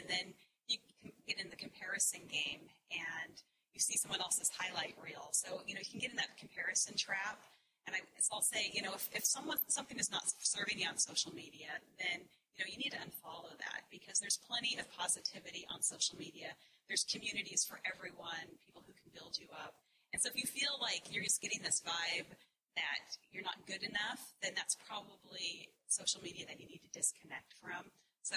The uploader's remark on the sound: Live Podcast Event from the New York City Marathon. In this bonus podcast episode you will hear the replay from our live event at the New York City Marathon.